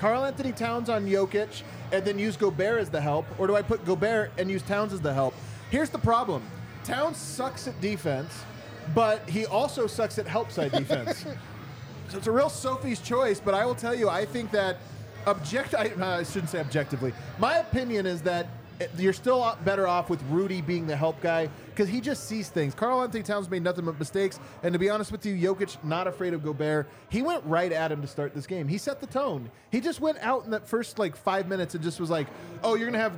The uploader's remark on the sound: come to you LIVE from the DNVR bar